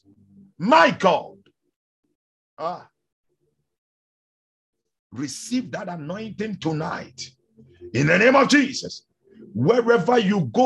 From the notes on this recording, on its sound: Refill (Zoom meeting).